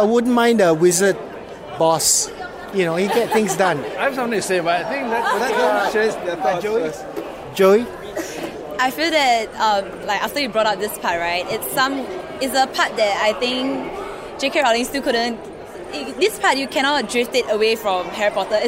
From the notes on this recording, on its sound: Outside a screening of the film last week.